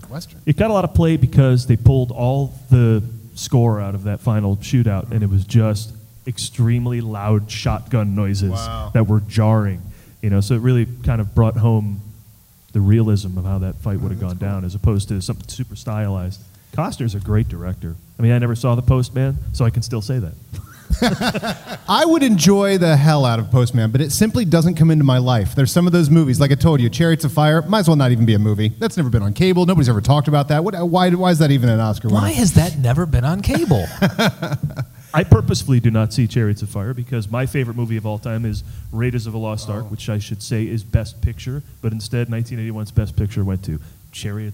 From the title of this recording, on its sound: Live at WhedonCon 2017